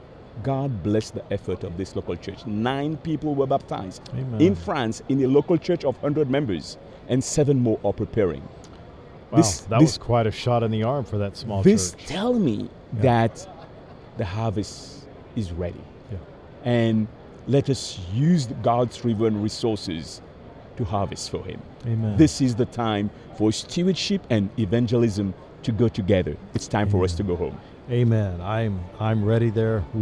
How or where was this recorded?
busy venue